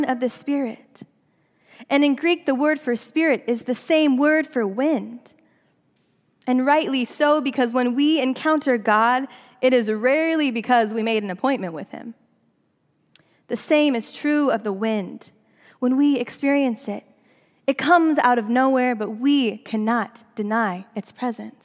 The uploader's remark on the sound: during the Traditional Worship service